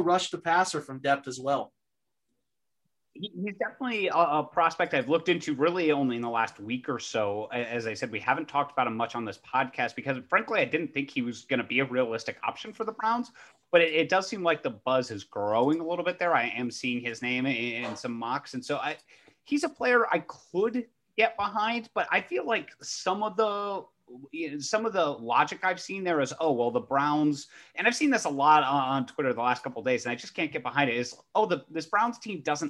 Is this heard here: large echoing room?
no